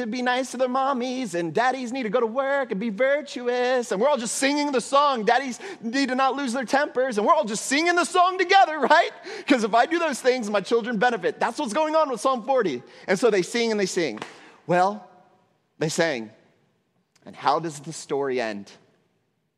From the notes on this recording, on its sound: at Trinity Church, Puerto Rico